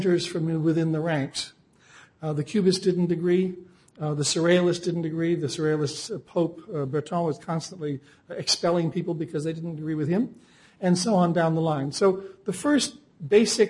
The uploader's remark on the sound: Recorded December 6, 2007 in The Phillips Collection Auditorium.